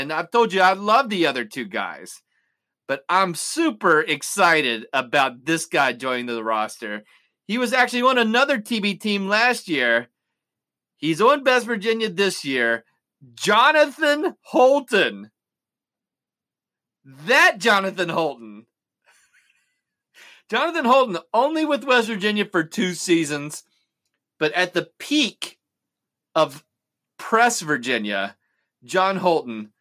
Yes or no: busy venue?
no